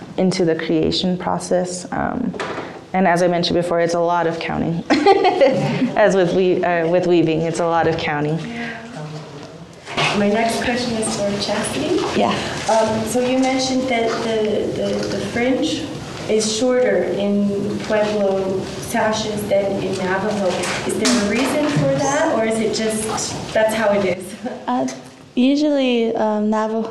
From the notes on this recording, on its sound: Our three beginning audience members here.